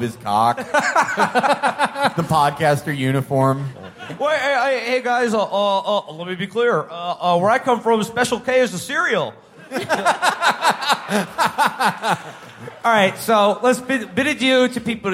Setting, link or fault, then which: setting, live audience